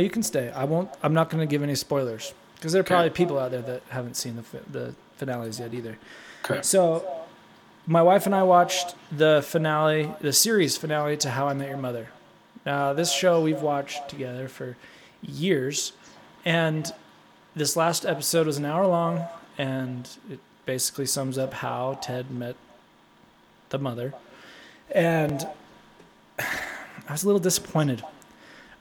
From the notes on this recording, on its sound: There is some funky echos going on in the episode.